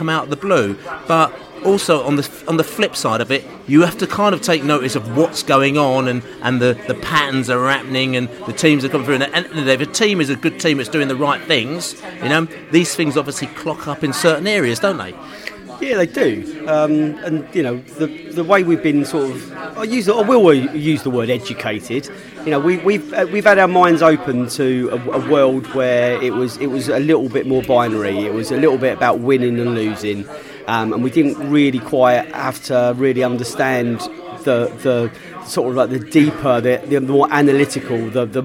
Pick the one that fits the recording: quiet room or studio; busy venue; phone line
busy venue